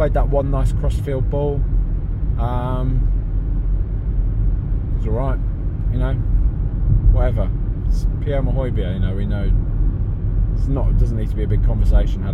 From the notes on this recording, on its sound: Recorded in a car.